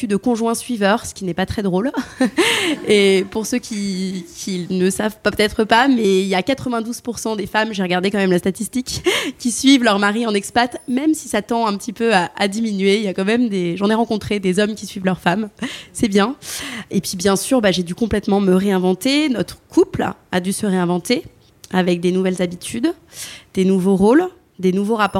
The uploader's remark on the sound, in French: Episode en live. Enregistré, en live, le mardi 10 octobre, au cours d’une soirée dans la boutique de Balzac Paris.